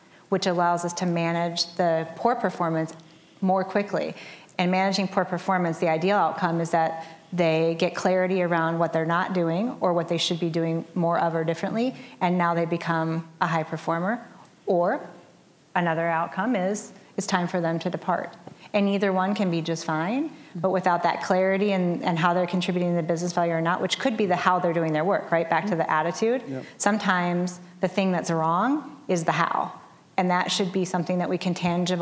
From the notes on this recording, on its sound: join us live at Agile Day Twin Cities